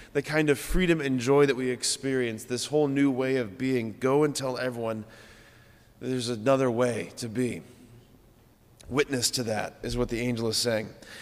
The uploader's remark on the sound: at Sacred Heart of Jesus Catholic Church in Wadsworth, OH.